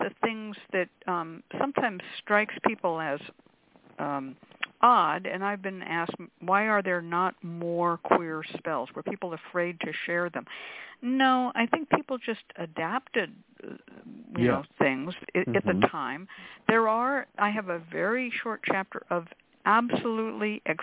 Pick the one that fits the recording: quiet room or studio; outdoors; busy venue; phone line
phone line